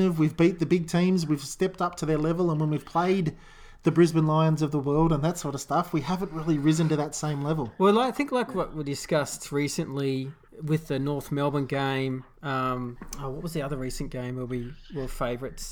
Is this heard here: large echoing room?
no